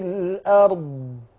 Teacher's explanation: الضاد حرف لساني بدليل إنه بإيه؟ بيخرج من الحافة، يبقى اسمه حرف لساني. لا علاقة بالشفة، الشفة ملهاش علاقة. لكن لما اجي حد يقول الارض وما عامل لي الشفه كده، بستغرب.